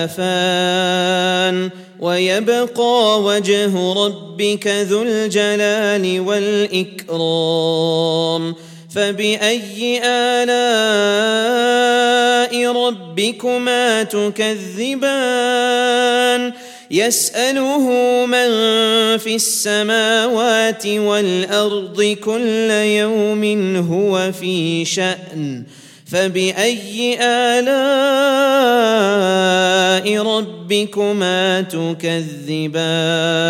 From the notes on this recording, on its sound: at the Houghton Masjid (West Street)